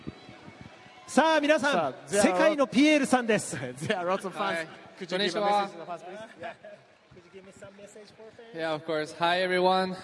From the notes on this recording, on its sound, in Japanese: 鈴鹿サーキットから臨場感たっぷり録れたて音声をお届けします。